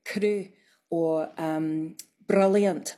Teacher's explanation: It's just a little tap. It's not a long roll · Term: tapped R